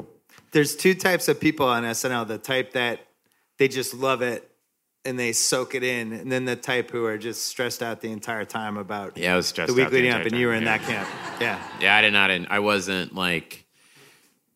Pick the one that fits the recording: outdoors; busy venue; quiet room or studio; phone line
busy venue